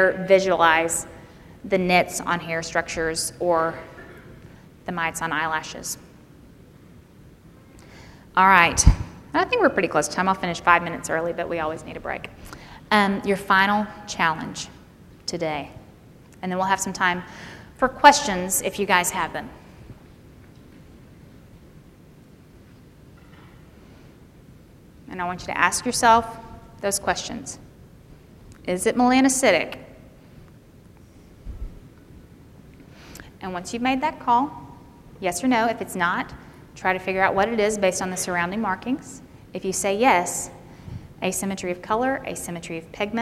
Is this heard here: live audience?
yes